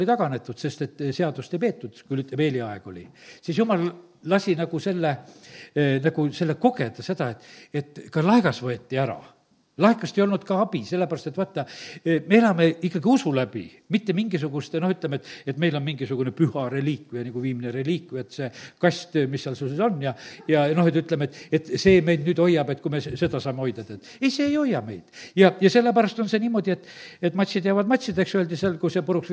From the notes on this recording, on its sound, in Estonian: Audio salvestus koosolekult